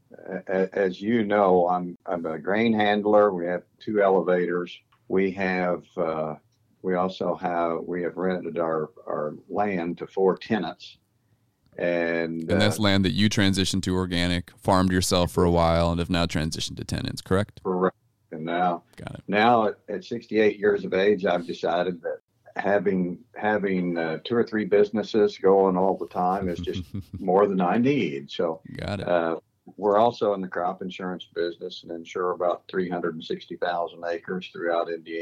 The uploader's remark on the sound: Checking in via phone with growers from Missouri on up to Canada.